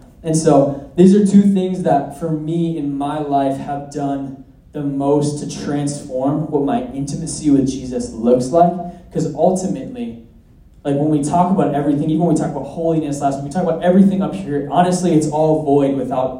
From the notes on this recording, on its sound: at our Sunday night community gathering